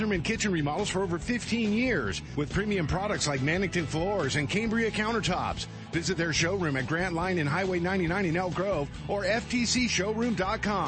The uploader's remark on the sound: Live From Bassmaster Classic in Knoxville TN